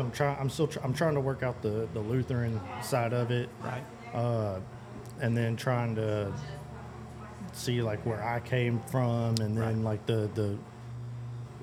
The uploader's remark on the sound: We recorded an unscripted, natural conversation in a local coffee house